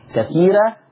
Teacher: الراء فيها مرققة نظرا لان الراء مفتوحة ومسبوقة بياء ايه مادية